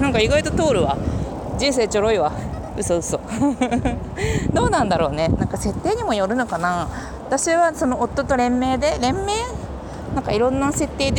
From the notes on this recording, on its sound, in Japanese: あつすぎて歩きながら話しながら溶けながら。